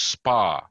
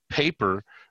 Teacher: So you take an aspirated P at the beginning of a syllable in English, such as paper versus spa. So the P in spa is not aspirated. The P in paper is aspirated, the first P.